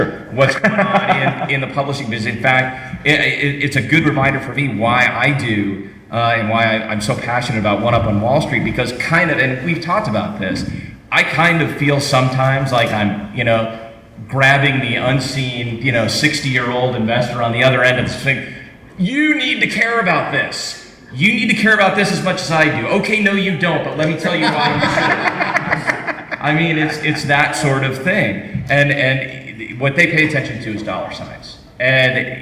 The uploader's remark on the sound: the 9th Annual Podcasting panel at San Diego’s Comic-Con International